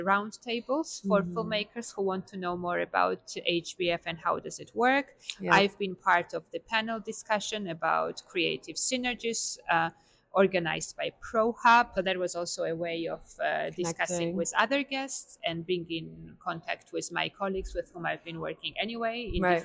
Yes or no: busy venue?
yes